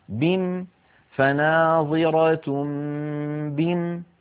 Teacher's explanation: على رواية حفص عن عاصم نقف عليها بحذف الألف